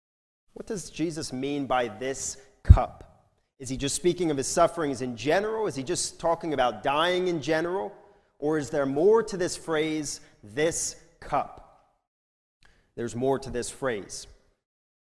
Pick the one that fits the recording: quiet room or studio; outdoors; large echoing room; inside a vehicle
large echoing room